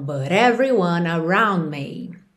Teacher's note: T com rarará no final desse but, porque eu estou ligando com everyone